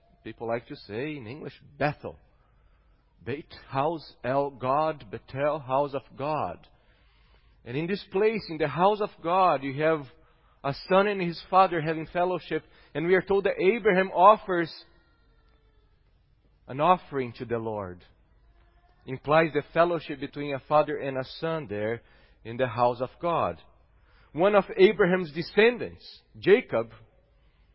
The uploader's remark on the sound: at Gracious Cross Reformed Church Salem, August 8th 2021